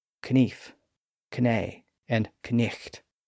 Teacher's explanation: The K was originally pronounced in those words